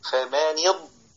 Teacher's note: يقف على الضاد يعني ما يكملش بقية الكلمة، يقول فمان يض فمان يض فمان يض، أول ما يحس إن في رجة كده في الصوت وهو ده صوت الاستطالة